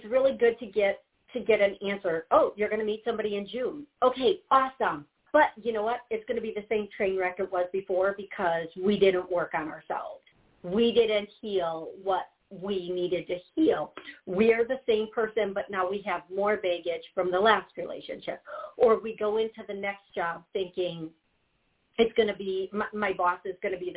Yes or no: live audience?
no